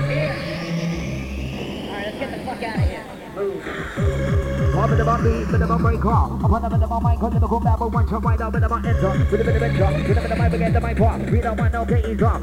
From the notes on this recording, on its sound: Another Set recorded at Definace in Barnsley.